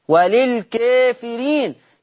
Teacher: كلمة الكافرين عند ورش طالما أنه جاء بعد الراء المكسورة ياء ونون، ياء ونون، فهي مقللة قولا واحدة